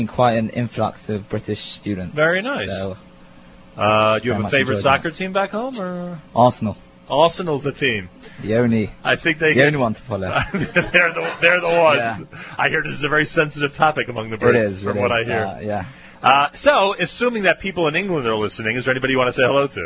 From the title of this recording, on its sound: Live from Yeshivat Sha'alvim in Israel